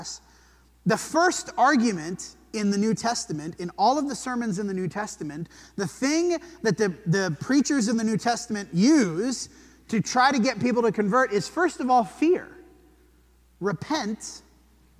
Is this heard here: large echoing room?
yes